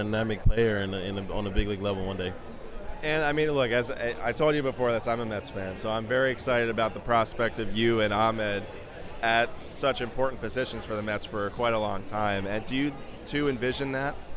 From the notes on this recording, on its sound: Sunny San Diego for ASG and Comic Con. Interviews at the Topps booth at All-Star FanFest.